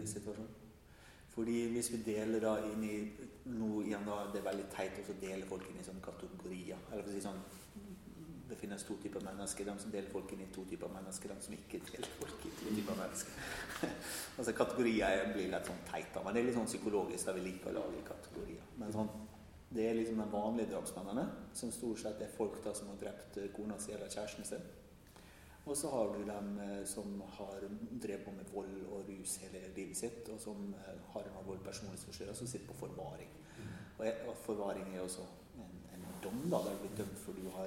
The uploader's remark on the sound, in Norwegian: Live på Trondheim Folkebibliotek